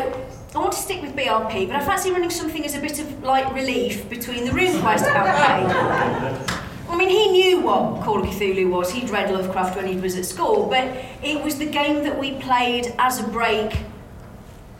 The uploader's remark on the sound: Special: Call of Cthulhu 40th Anniversary Panel at Dragonmeet 2021. We’re back with another special live episode!